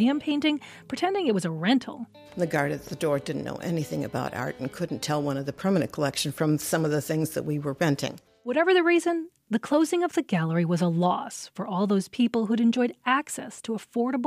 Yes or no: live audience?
no